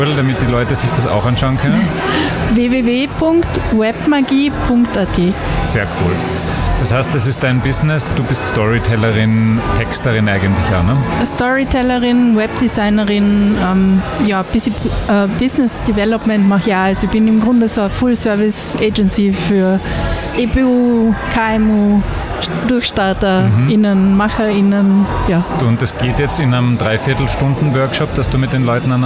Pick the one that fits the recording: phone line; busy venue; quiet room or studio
busy venue